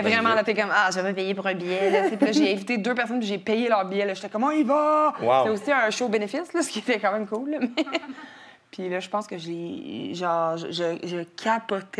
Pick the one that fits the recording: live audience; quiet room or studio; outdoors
live audience